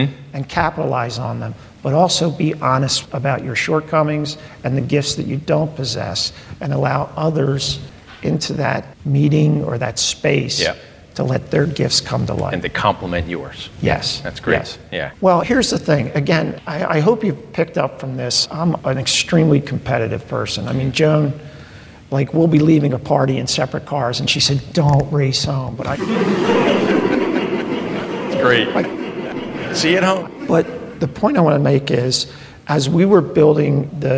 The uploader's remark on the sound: In front of a live studio audience at their spacious and welcoming facility known as Independence LIVE.